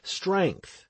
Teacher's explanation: The word strength has more than one consonant in each margin, and the consonant S should follow the consonant T at the beginning of strength, because it is more sonorant.